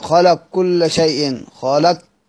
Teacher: أجمع رواة الإدغام على إدغام القاف في الكاف إدغاما كاملا تذهب معه صفة استعلاء القاف